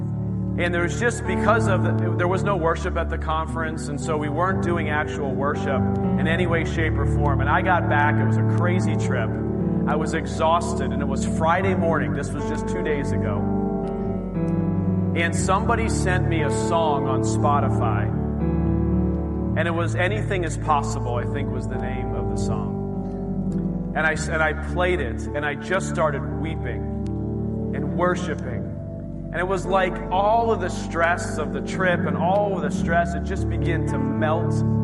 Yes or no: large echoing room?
yes